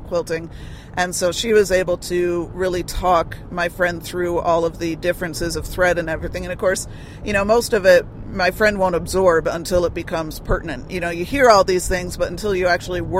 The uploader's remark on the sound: In Which We Talk While Driving